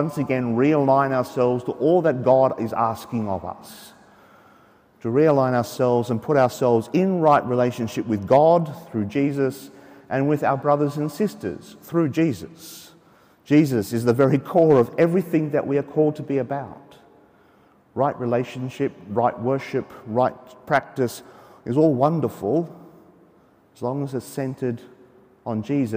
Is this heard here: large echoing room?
yes